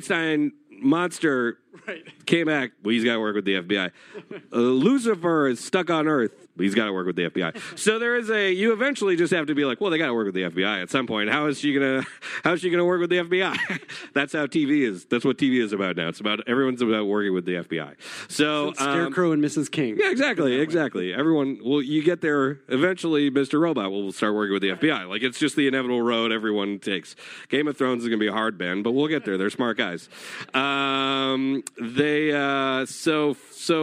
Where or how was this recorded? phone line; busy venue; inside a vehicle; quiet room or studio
busy venue